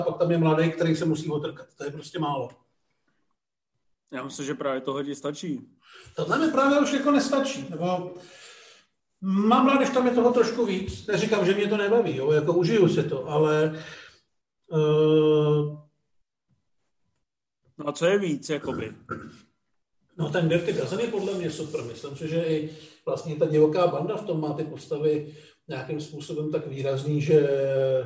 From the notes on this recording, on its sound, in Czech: Tenhle pokec vzniknul jako after párty jednoho z MovieZone Live. Zapomněl klukům vypnout Zoom.